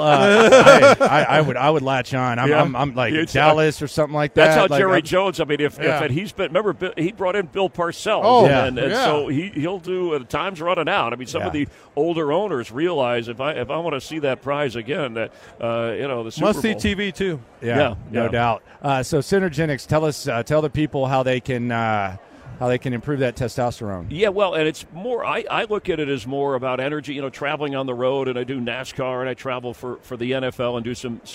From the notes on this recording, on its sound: LIVE at Radio Row in Las Vegas